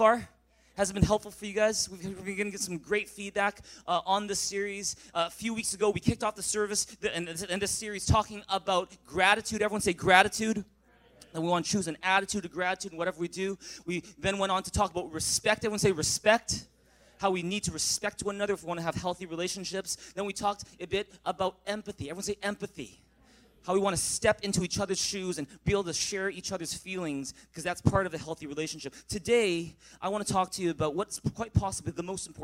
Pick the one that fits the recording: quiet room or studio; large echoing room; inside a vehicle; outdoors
large echoing room